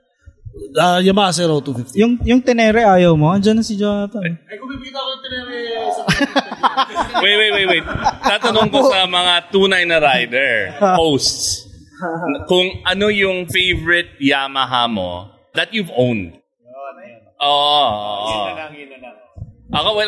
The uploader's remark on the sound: live at Motora Azul Cafe Lounge 1955